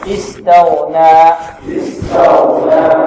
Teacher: التاء مرقة والغين مفخمة، النون ماذا؟ مرقة